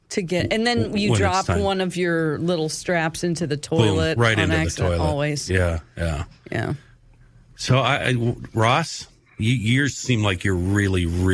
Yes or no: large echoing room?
no